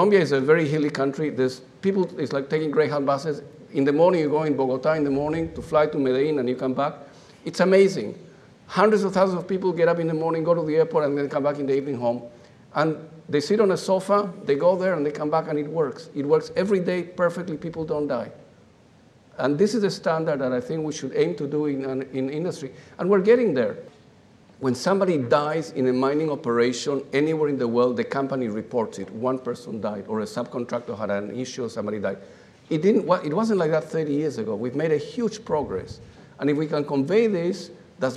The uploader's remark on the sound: This episode features a round-table discussion on clean mining recorded live at The Northern Miner's Progressive Mine Forum held at the MaRS Discovery District in Toronto in October 2018.